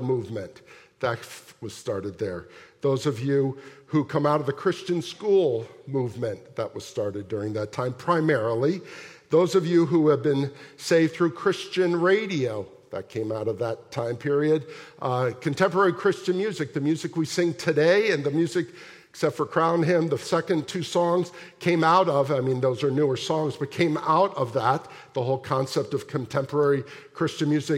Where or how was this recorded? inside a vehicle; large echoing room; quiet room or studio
large echoing room